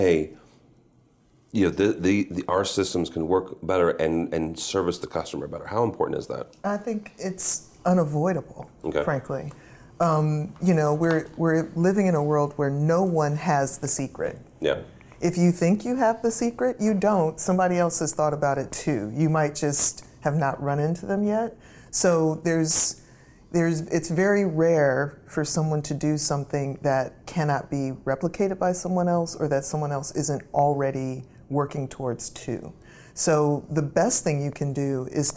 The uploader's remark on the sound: Live From ISE 2024